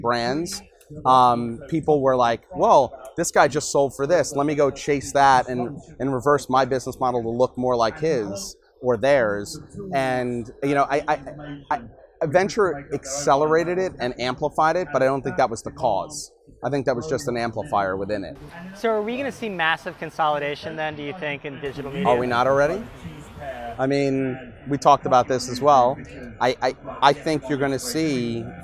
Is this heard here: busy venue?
yes